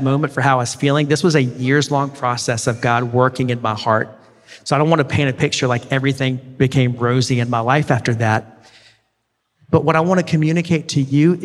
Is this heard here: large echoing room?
yes